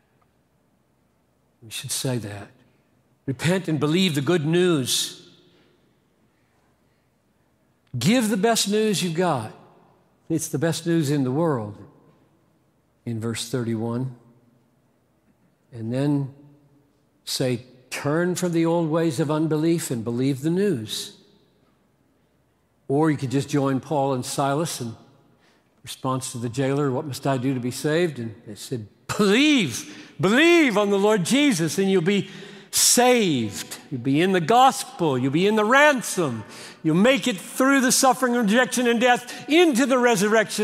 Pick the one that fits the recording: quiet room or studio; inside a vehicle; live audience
live audience